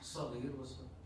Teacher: قال الشيخ والصاد كالزاي. الآن حين ننطق الصاد كالزاي يعني شلون؟ بنجعلها مجهورة